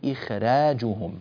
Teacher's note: هذه الخاء حرف استعلاء، فماذا نفعل؟ هل تعد هذه الخاء مانعة من التفخيم، مانعة من الترقيق للراء؟ لا، ليست مانعة، هذه الخاء مستثناة